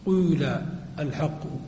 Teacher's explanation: قالوا: إذا أردت أن تنطق بذلك فإنك تضم الشفتين كهيئة الناطق بالضم، ولكن تنطق الكسر · Term: كسرة مشمه ضما